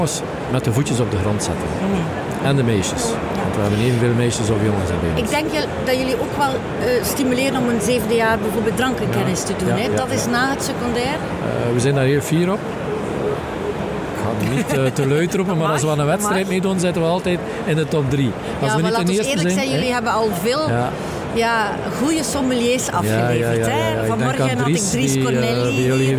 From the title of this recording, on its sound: Horeca Expo Live